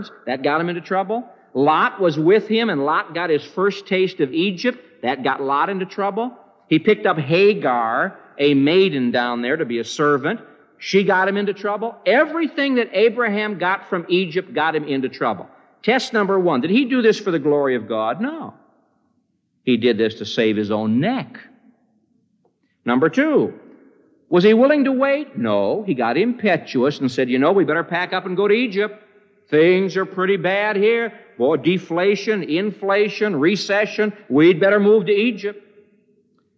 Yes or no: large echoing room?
yes